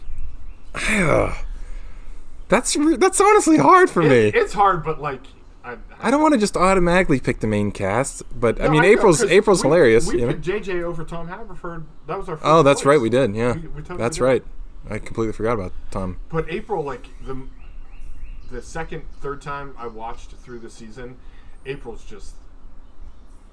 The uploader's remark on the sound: Record in their new, al fresco studio. Listen closely for the sounds of Mother Nature, emergency sirens.